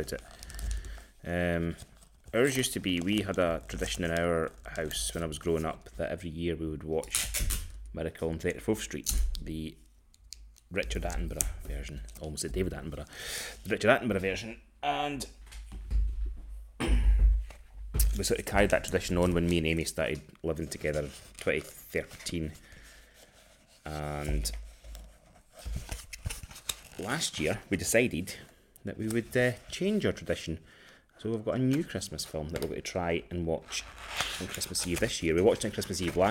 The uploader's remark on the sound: He also has new microphones and wants to play with them. Wraps Christmas presents while chatting on his new microphone.